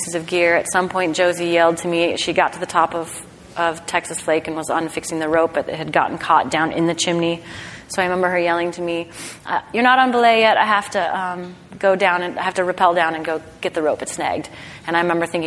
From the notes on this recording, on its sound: In front of a live audience at the American Alpine Club's Annual Benefit Dinner.